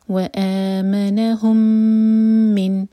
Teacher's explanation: ہم کا میم اور من کا میم مرج ہو رہے ہیں، ادغام شفی ہو رہا ہے. میم کو ہولڈ کریں گے 2 سیکنڈس کا ٹائم دیں گے